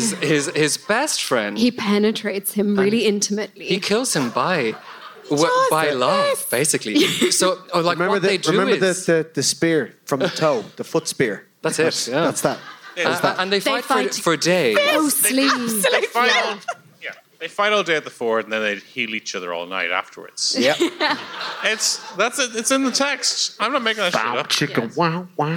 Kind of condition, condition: setting, live audience